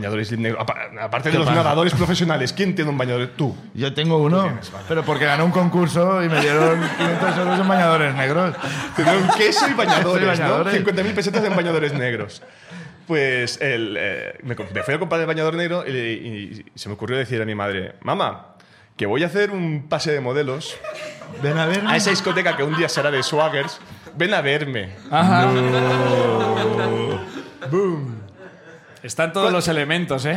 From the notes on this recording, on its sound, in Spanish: El público de La Llama